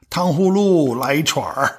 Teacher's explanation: You add the R where it doesn't even belong · Term: The Beijing accent